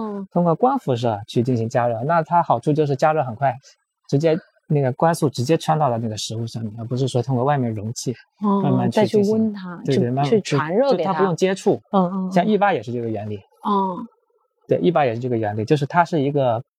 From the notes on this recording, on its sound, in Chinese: 边走边聊系列回归啦！